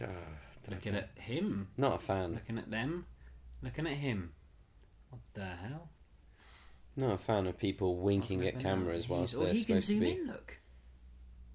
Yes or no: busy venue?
no